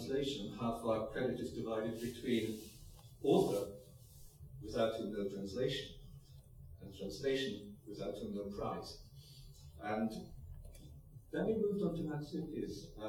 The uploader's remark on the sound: Plenary at the Worlds Literature Festival Salon. By National Centre for Writing.